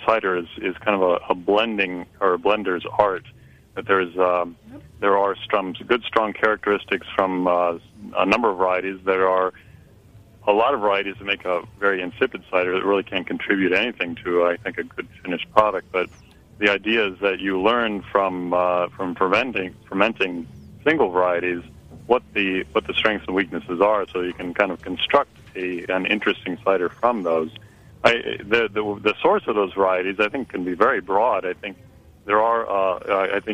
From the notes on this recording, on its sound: On the phone.